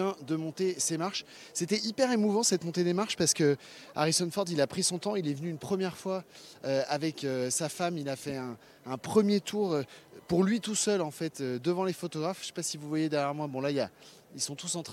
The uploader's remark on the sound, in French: Le Live Cannes: la Croisette à l'heure d'Indiana Jones au programme de notre quotidienne sur les coulisses du festival. En direct de la Croisette.